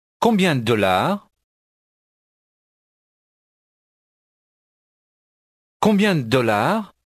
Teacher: The secret of pronouncing phrases like combien de dollars or pas de dollars is not to say the two D's. Say only one, but hold it the length of two.